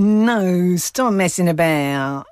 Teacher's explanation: close off the back of the tongue and the soft palate. So it would all come through the nose · Term: very nasal sort of twang